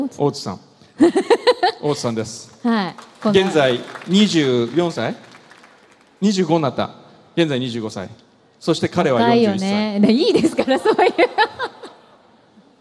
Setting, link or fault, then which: setting, live audience